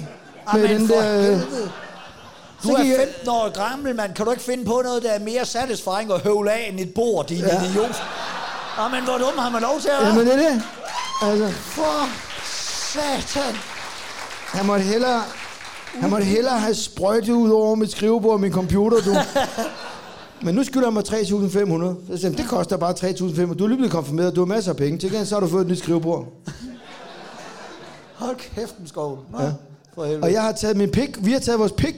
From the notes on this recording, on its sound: der er optaget live i Fredericia